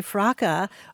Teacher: I thought everybody said fracas. But they say fraca with a silent S. In Britain, yes, yeah.